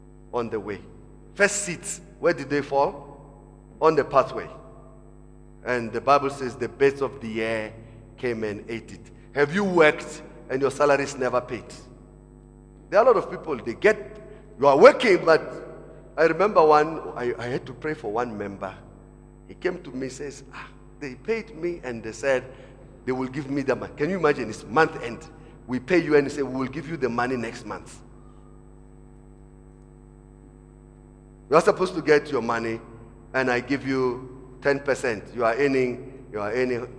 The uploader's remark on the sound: Preached at Emmanuel Christian Church, Arcadia Campus, First service on the 29th of October 2017.